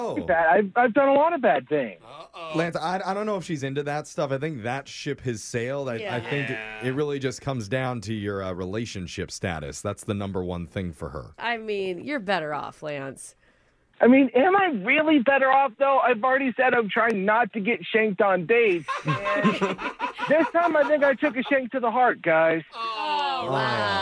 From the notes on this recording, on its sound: the woman on the phone today